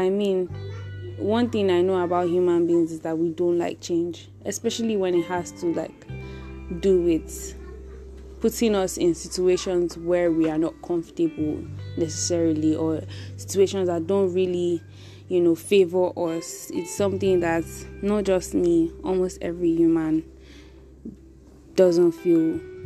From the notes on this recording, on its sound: Sorry about the background noise